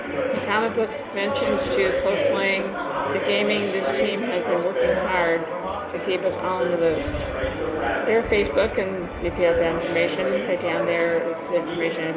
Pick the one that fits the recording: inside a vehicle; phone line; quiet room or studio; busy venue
busy venue